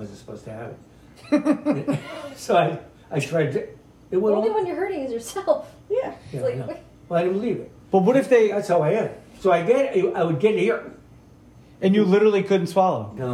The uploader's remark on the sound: Take out his iPhone without his family knowing and roll audio on a Sunday Dinner at his parents house. No one else knew it was being recorded, so you get a candid, organic conversation.